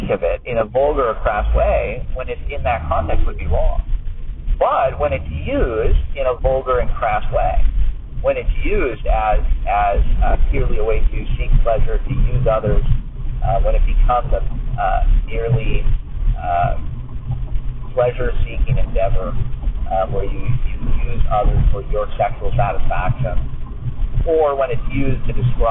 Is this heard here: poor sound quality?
yes